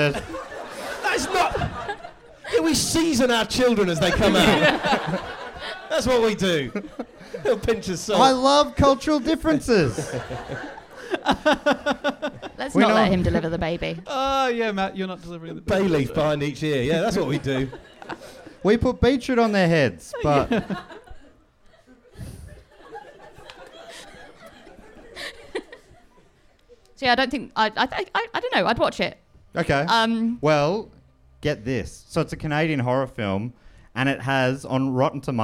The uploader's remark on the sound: Recorded live in Birmingham, UK!